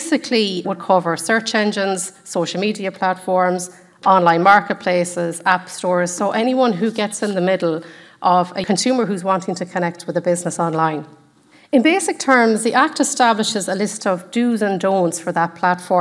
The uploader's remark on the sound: In this recording from our seminar on 18 May 2023